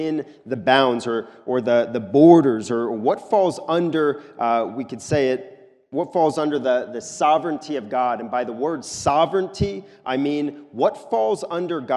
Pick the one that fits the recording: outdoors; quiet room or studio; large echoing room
large echoing room